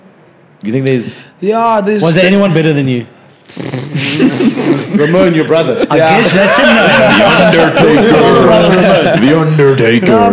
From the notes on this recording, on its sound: We're back live from the Cape Town 7s.